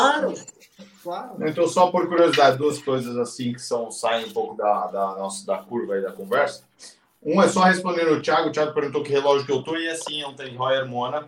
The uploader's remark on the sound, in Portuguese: Gravada ao vivo via youtube